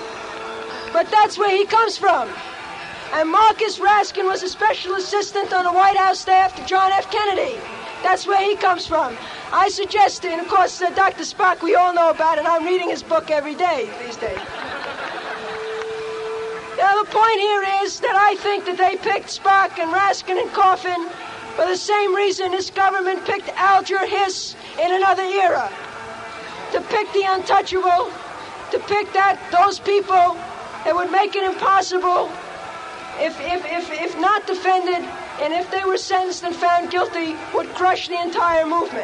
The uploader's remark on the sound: Black Panther Party Rally 1968